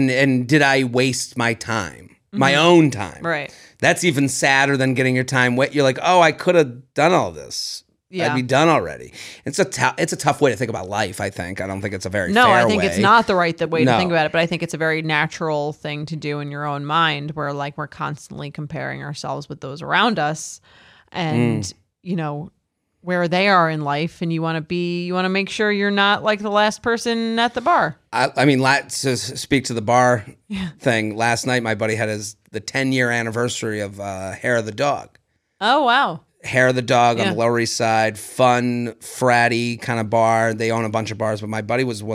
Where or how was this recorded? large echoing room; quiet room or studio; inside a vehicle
quiet room or studio